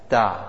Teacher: So if we pronounce to ourselves and we say ta, we'll notice ta is the tip of the tongue going to the palate. Ta.